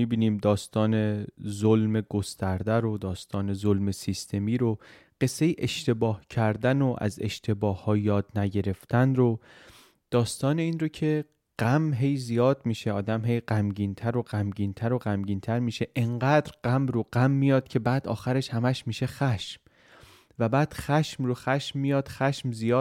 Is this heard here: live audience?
no